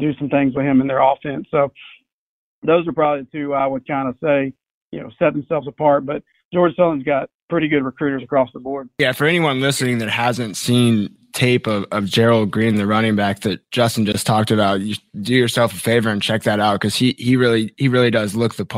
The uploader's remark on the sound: joined over the phone